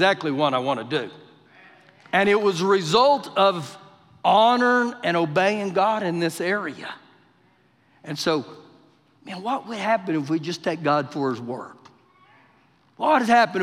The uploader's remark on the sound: Recorded live during our Wednesday night service